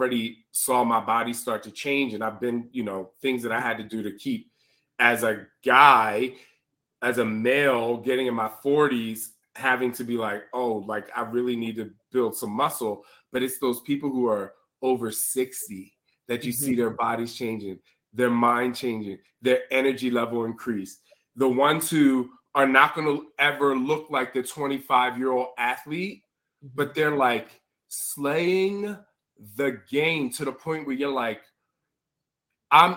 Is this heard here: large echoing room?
no